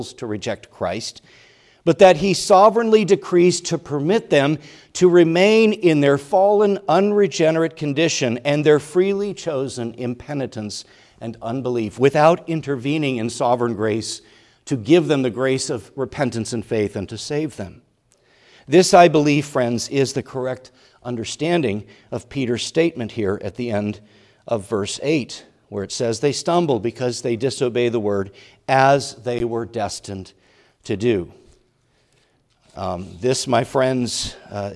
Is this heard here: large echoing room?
yes